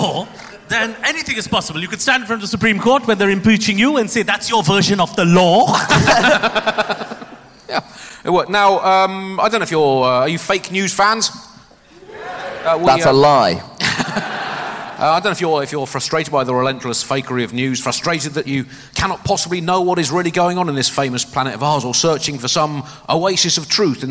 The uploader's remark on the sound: Recorded 'live' in Edinburgh.